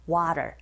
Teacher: 모음과 모음 사이에 t 사운드가 있으니 flap 현상에 의해서 water 이렇게 발음하시면 됩니다